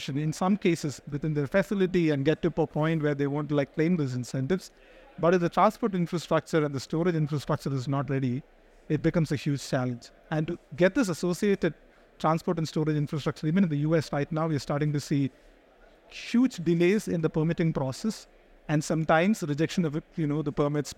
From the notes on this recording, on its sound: Recorded live at ADIPEC 2023